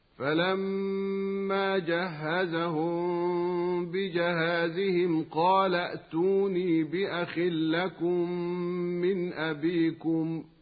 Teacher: وعلى هذا فحين الوصل لا يوجد إلا همزة واحدة ساكنة، وفي هذه الحالة نجد أن الحركة التي على آخر الكلمة الأولى السابقة على ما كان فيها الهمزتان حلت محل همزة الوصل في التوصل بها إلى الساكن، ولا تبدل الهمزة الساكنة لأنها أصبحت ليست مسبوقة بهمزة أخرى